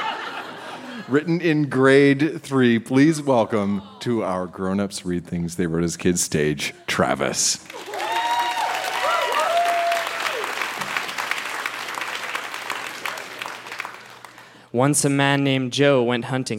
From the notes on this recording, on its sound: Recorded live at the Park Theatre in Winnipeg, MB.